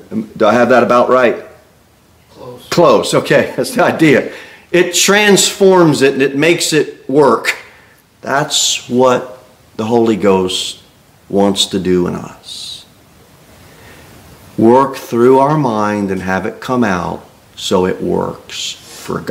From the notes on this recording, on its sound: Sermon delivered at Pilgrim Baptist Church